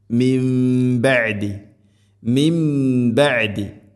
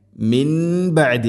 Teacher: സാക്കിന നൂന് ശേഷം ബ, ഇഖ്ലാബ് എന്നാണ് പറയുക. നൂനിനെ മീമാക്കി മാറ്റണം. · Shown in: first take · മിം ബഅദി, മിം ബഅദി, മിൻ ബഅദി അല്ല, മിം ബഅദി.